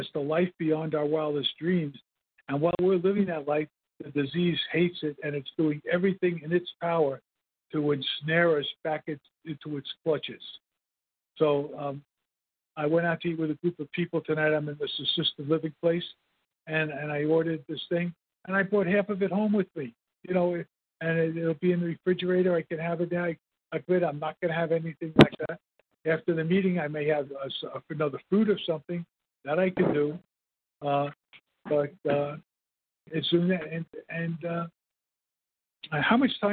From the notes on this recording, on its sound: 100 Pounders Phone Meeting